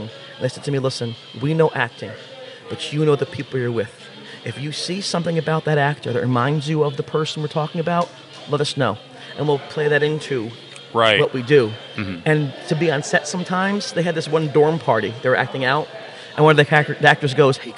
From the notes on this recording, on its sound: This week's show was recorded live at the NJ ParaUnity Expo.